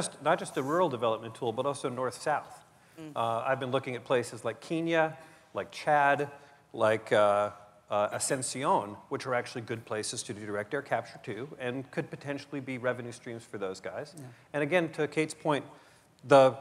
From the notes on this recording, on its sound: The best of live interviews from GreenBiz events.